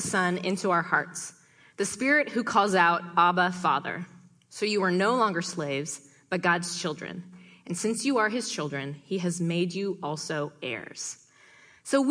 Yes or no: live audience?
yes